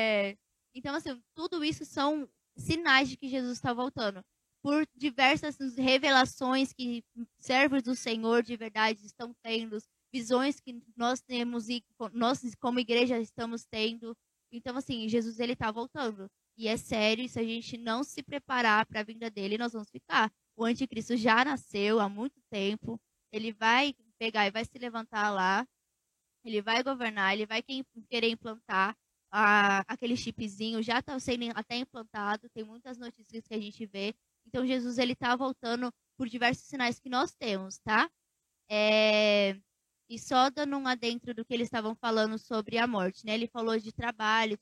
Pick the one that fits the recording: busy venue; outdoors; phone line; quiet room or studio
outdoors